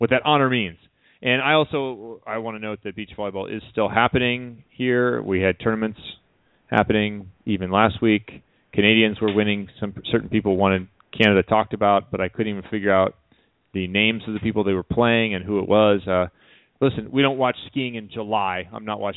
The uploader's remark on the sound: will be calling